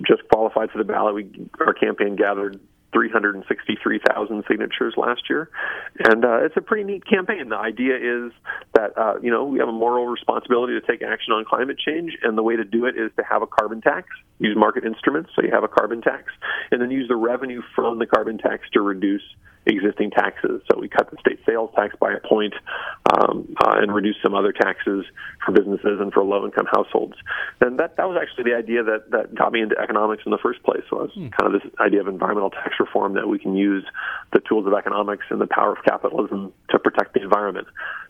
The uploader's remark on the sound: stand-up routine performed over cell phone to an audience of five business journalists